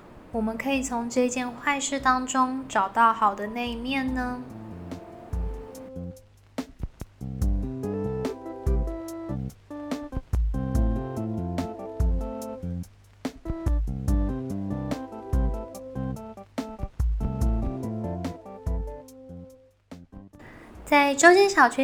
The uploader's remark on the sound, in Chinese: 本集換了個場所錄音，比較多雜音，敬請各位聽眾見諒